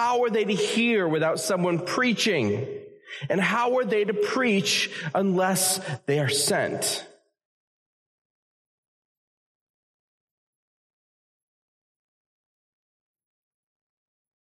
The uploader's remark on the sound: A message that was originally preached at Community Evangelical Free Church in Harrisburg, Pa. This episode features a message that was originally preached at Community Evangelical Free Church in Harrisburg, Pa.